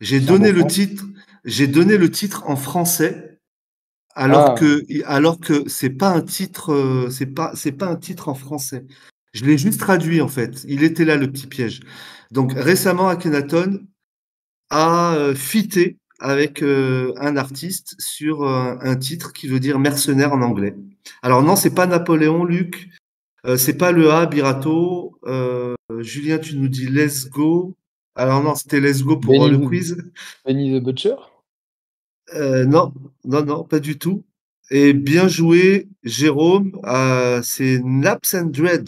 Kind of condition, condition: link, video call